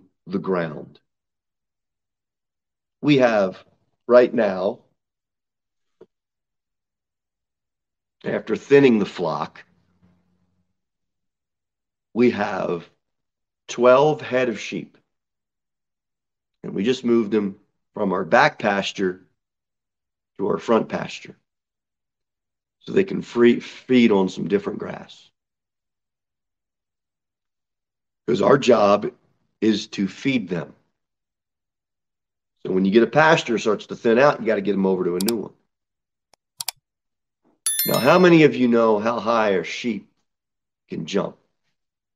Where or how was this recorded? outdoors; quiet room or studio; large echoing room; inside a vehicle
large echoing room